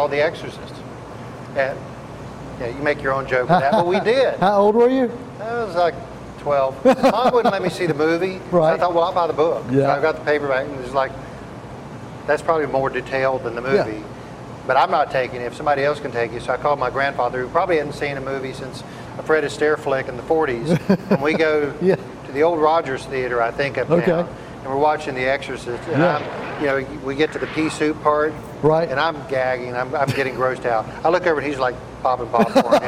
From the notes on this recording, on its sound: we’re on location at the AMC Classic 10 Cinemas in Shelby, NC